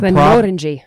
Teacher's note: Yeah, but no, Glenmorangie, like emphasis on the second syllable